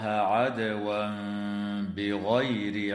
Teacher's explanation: ويقلب التنوين ميما مع مراعاة الغنة والإخفاء